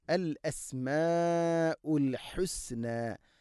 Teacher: ലഹുൽ അസ്മാഉൽ ഹുസ്ന, ലഹു ഹ, അൽ അസ്മാഉ ഉ, എല്ലാം തൊണ്ടയുടെ താഴെ ഭാഗമാണ്, കൃത്യമായിട്ട് മഖ്റജിൽ നിന്ന് തന്നെ ഉച്ചരിക്കണം. അൽ അസ്മാഉ മദ് മുത്തസിലാണ് അവിടെയുള്ളത്, നാലോ അഞ്ചോ ഹർക്കത്തിൻ്റെ ഖദറിൽ നിർബന്ധമായിട്ടും നീട്ടണം.